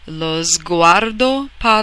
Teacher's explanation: Sguardo, S-G is a Z-G sound.